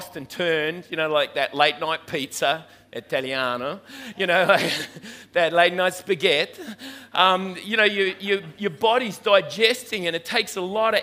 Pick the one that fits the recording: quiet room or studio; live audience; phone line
live audience